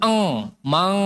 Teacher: Bunyi ikhfa itu tidak selalu eng, mang, enggak, bukan eng. Kalau eng itu cenderung dia mengalirkan seluruh suaranya lewat hidung, khayshum. Mang, jadi mulut ditutup pun masih eng bunyinya, mang, itu eng.